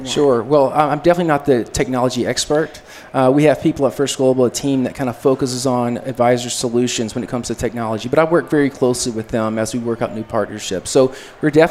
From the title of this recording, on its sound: Live from AICPA Engage 2018